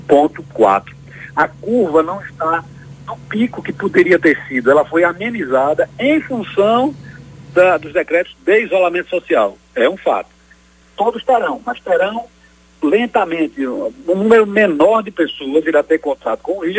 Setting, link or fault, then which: link, phone line